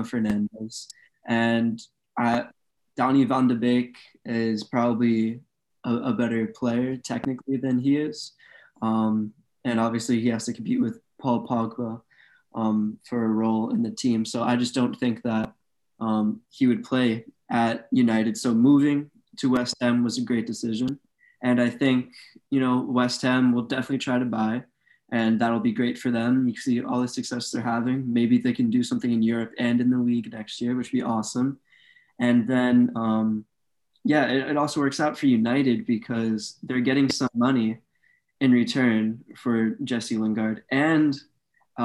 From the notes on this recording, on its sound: Return to recording via Zoom while quarantining due to COVID-19 (apologies for the technical difficulties with the audio).